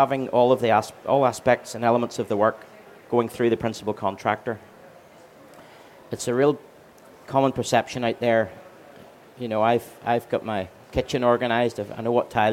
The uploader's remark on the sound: Recorded at Selfbuild Live Belfast in October 2023.